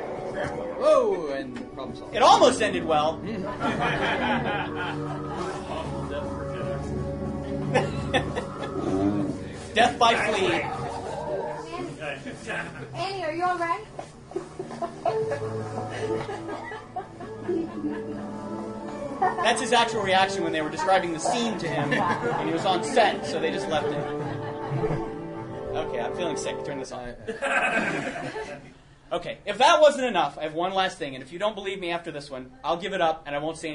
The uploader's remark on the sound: PariahCon 2012 Panel. A convention held in central Florida.